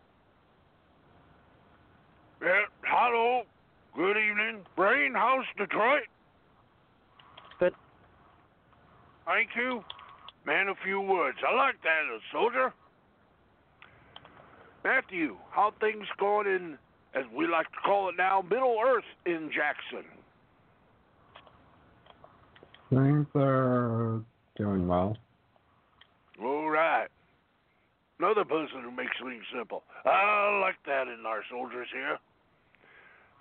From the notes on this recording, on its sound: along with live calls and guests